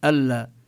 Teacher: حينما نقول أشهد أن لا إله إلا الله، هنا لا نلفظ النون، نشدد اللام ألا، هذا لا يكون معه غنة، لأن النون نون حرف الغنة ملازمة له إذا لفظنا النون. فحينما تدخل النون في اللام لا يظهر شيء من أثر النون ألا. وكذلك في الراء: محمد رسول الله، كذلك يعني لا نلفظ النون التي في التنوين، لا نقول محمد، إنما محمد رسول الله. · Term: الإدغام بلا غنة